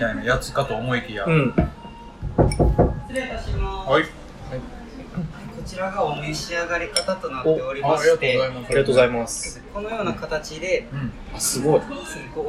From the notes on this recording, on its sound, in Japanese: 木屋町の居酒屋収録。